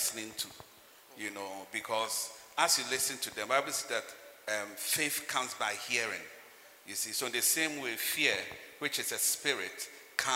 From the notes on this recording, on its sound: Model Marriage Conference 2021. Message preached at The Healing Jesus Mission International, HQ, Spintex on 14th February, 2021.